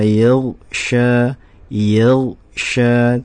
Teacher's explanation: Jadi pada saat pengucapan huruf per hurufnya, contohnya huruf gho, pengucapan huruf ghain atau gho itu tidak boleh dibaca kol-kola atau memantul